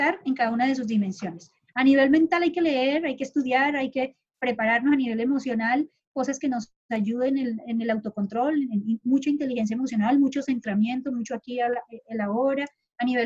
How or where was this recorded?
video call